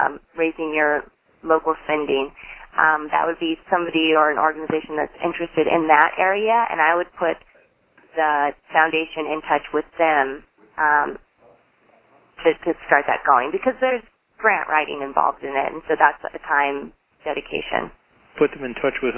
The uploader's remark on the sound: Call recorded on March 24, 2011.